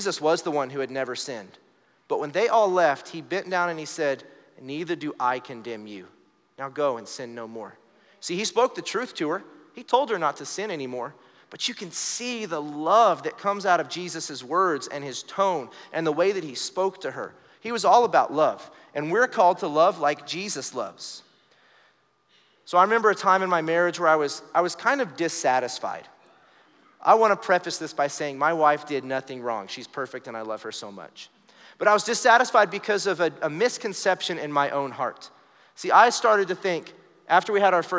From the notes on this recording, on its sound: Recorded live during our Wednesday night service